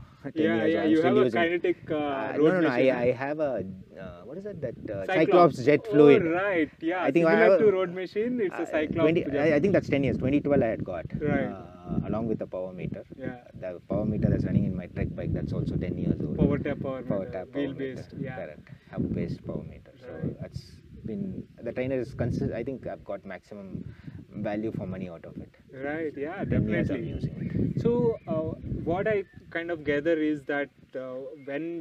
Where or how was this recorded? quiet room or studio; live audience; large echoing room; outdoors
outdoors